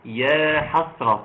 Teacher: ترقيق الحاء عشان ما يطلعش يا حصر، يا حسرة بنسمعها كده يا حسرة.